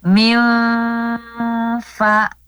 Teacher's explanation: huruf fa keluarnya dari bibir ya, terkhusus dari pertemuan ujung gigi seri atas dengan perut bibir bawah ya